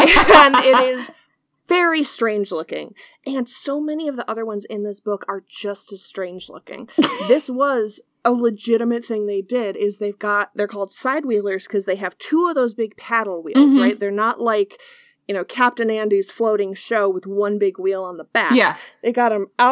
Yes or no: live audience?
no